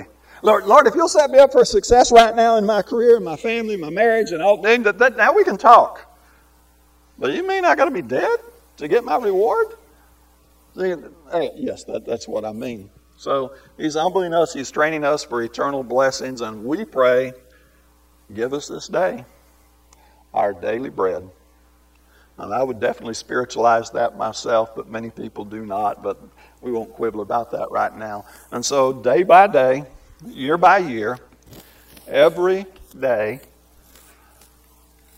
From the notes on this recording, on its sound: This lesson was recorded live and uploaded as a podcast unedited.